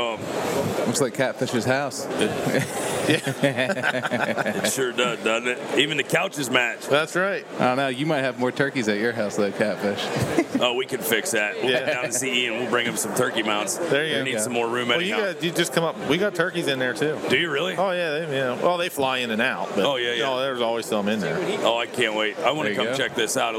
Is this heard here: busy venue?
yes